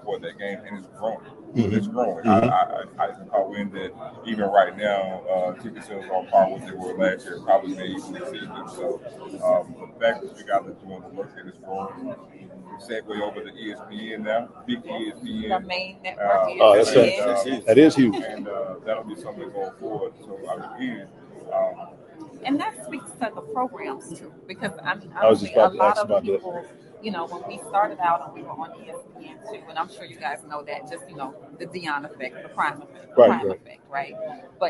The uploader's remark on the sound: Live Interviews from SWAC Media Day